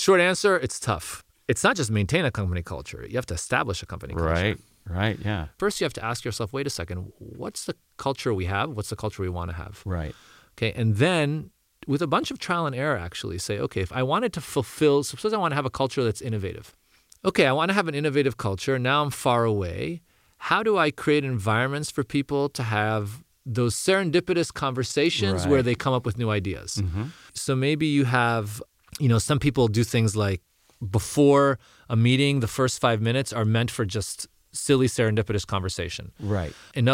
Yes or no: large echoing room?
no